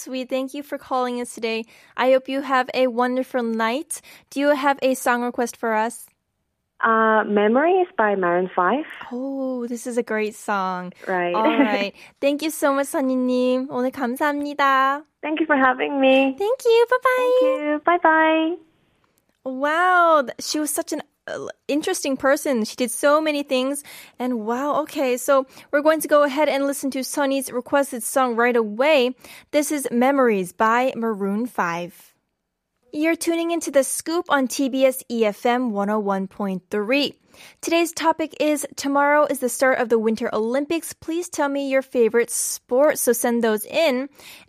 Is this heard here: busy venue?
no